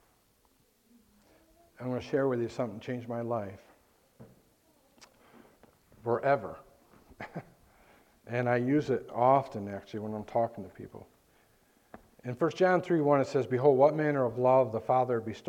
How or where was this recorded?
large echoing room